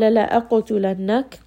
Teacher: قَاف in this case is heavy, and it also has قَلْقَلَة because it has a sukun, so do give it a little bit of bounce. كَاف here is going to be light, and it has humps.